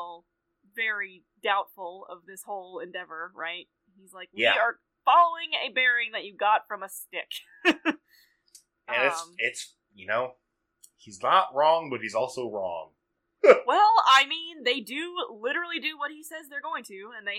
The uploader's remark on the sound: This week we had some audio issues.